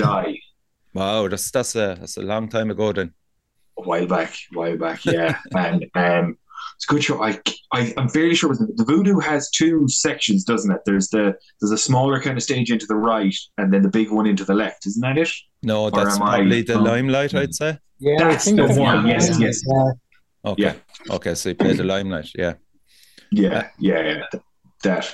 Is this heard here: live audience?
no